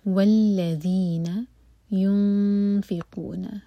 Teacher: نون کی آواز کو چھپائیں گے اور پھر فا پڑھیں گے